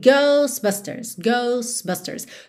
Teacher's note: a gente não está pronunciando o T do meio, a gente não está dizendo Ghostbusters, ok?